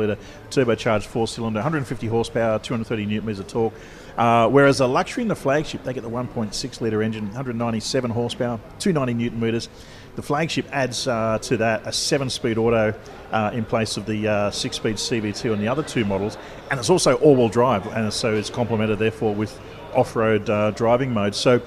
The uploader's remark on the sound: Broadcasts live from the freshly inaugurated Exeed showroom in Dubai, where Motor Mania fans gather eagerly for a hands-on experience with the carmaker's latest SUVs.